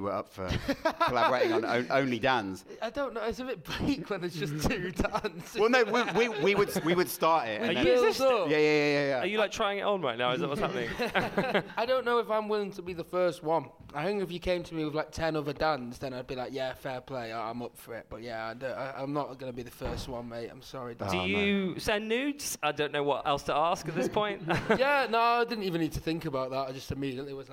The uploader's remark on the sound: The boys finally rock up in the home of metal and canals for a live show in front of a home crowd. Recorded live at the Mockingbird Cinema in Digbeth as part of the Birmingham Comedy Festival.